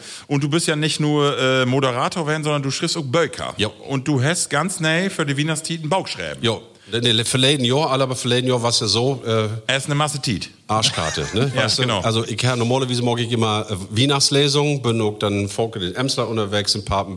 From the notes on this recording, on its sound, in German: Auch mit dabei, Publikum. Applauswillig und in Feierlaune.